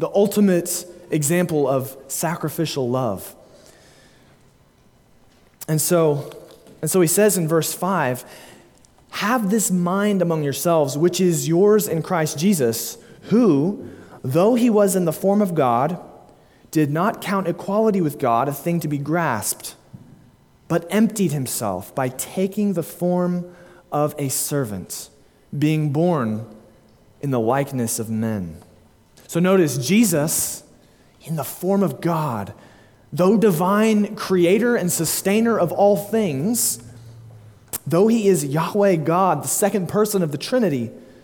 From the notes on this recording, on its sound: delivered at Immanuel Baptist Church, Springdale, AR on May 22, 2022